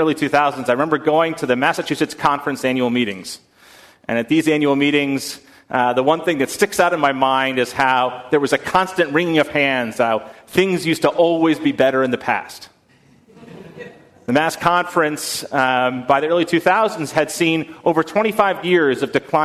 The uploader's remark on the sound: on November 10, 2019 at First Congregational Church of Houston